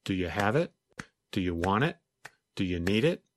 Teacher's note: when you read the list quickly, it had an even beat, almost like music.